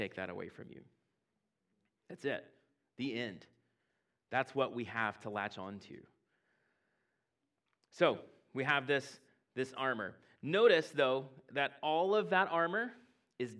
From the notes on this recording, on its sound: at Impact Church in Fredericksburg, VA